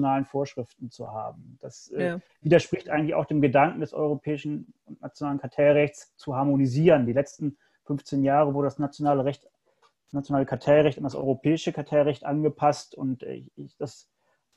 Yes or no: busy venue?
no